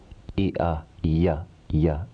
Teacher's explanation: E plus a dissimilar vowel becomes y.